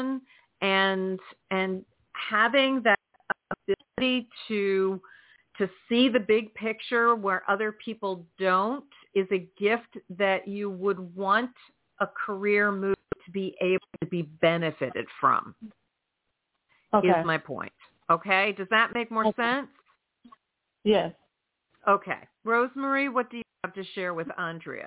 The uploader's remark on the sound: in response to caller’s questions